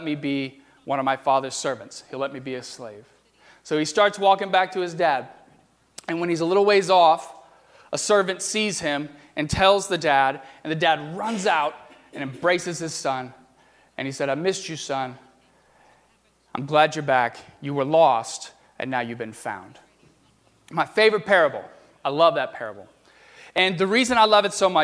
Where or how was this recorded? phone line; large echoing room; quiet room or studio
large echoing room